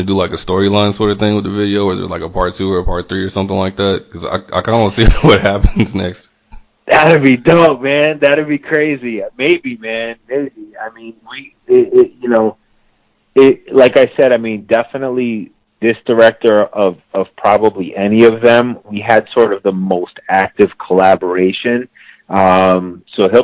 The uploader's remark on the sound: He called in to BYNK Radio